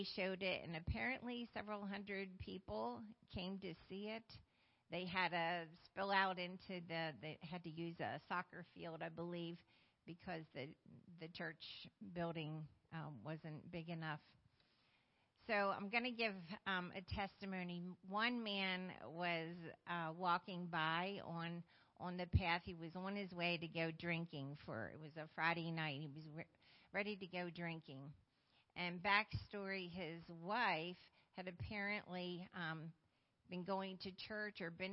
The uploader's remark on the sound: Sunday Morning Service